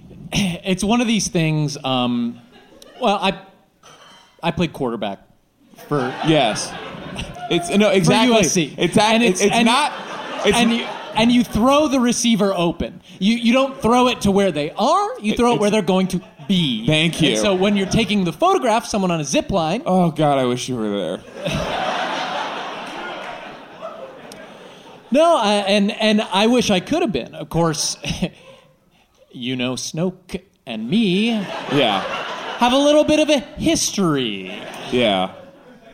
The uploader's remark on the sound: Live from the Dynasty Typewriter Theatre